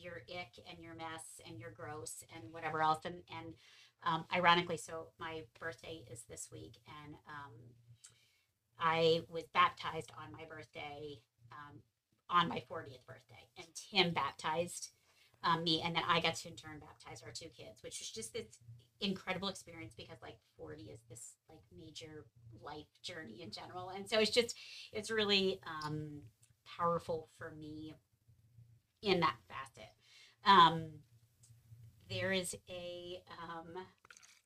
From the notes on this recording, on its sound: I apologize for the audio!